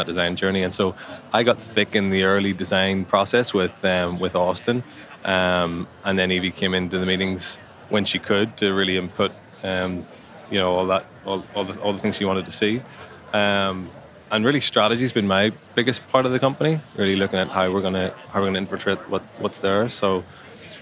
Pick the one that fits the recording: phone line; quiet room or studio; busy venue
busy venue